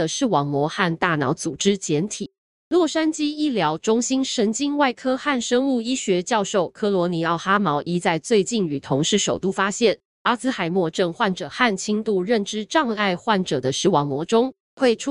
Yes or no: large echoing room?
no